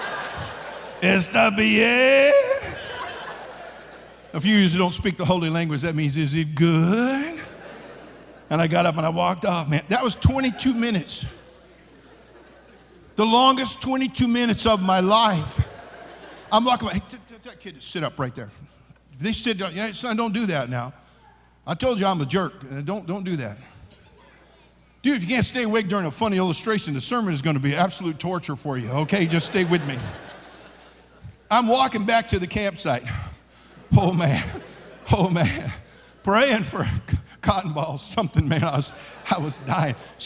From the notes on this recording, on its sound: during the Monday Evening service of the 40th Annual National Youth Conference in Santa Clara, California